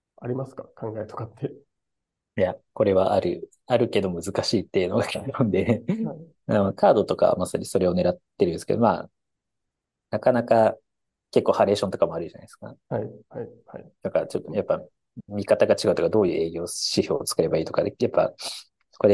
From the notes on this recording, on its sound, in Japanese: 社内1on1を大公開！限りなくZoom音源を生々しくお届けします。